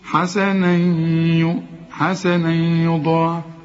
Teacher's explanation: الياء دي من حروف الإدغام، هندغم بقى التنوين حسنا في الياء، وكأن الياء عليها الشدة